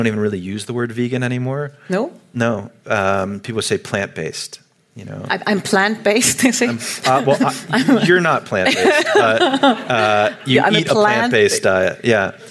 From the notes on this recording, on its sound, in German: Januar 2020 im "Kaufleuten" in Zürich aufgezeichnet.